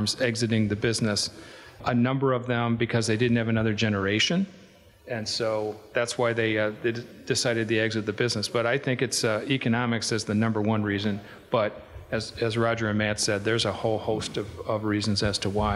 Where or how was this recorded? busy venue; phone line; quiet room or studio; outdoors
busy venue